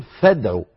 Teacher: من الفاء إلى الدال مباشرة، أين الهمزة؟ سقطت لأنها ليست في بدء الكلام · Term: همزة الوصل